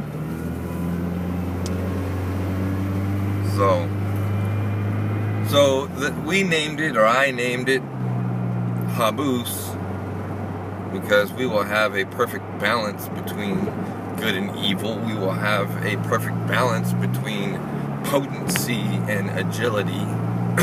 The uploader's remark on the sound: a test recording in my truck